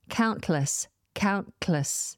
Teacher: I'm putting the tip of my tongue up against the alveolar ridge as if I was about to release a T, count, but I don't release the T by removing my tongue from the roof of my mouth.